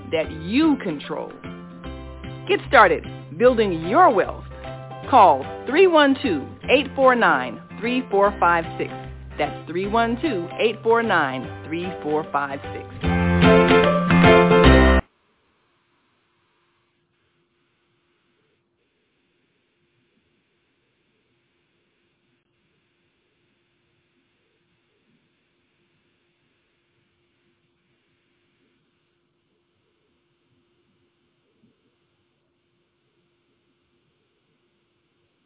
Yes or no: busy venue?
no